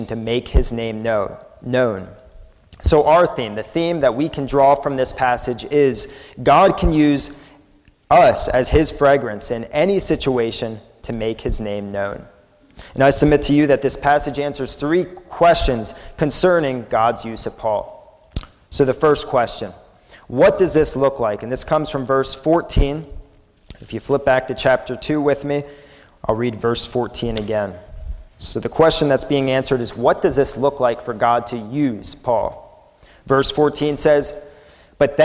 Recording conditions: large echoing room